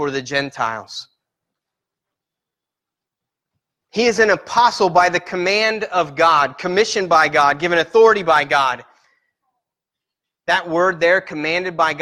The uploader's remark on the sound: Sermon Preached at Christian Fellowship Church in Peru, In on 7-1-18